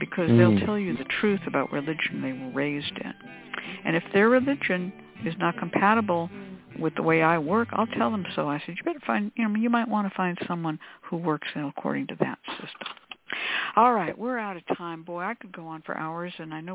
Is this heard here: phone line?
yes